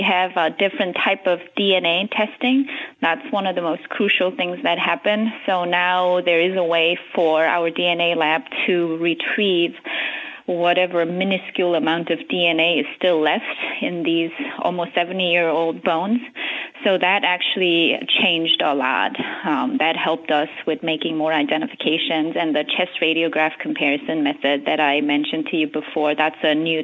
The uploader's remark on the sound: By phone from Pearl Harbor, Hawaii.